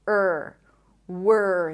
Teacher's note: So from the W, you round your lips. W. And then you transition to the R.